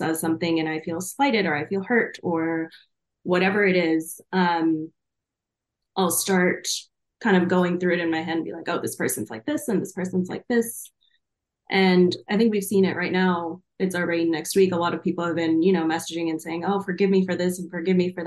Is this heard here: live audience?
no